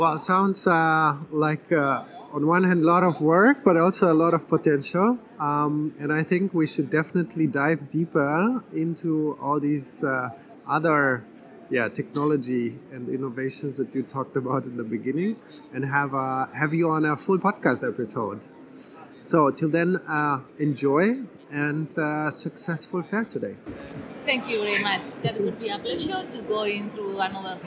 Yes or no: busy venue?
yes